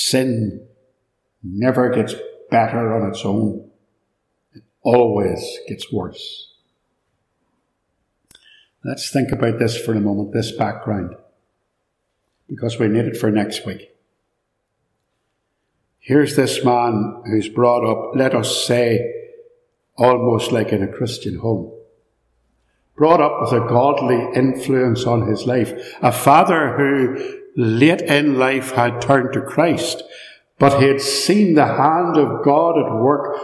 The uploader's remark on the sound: In this sermon, preached at Ballymacashon Congregational Church.